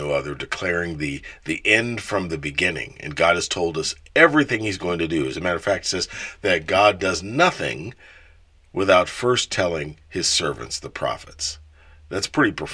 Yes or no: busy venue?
no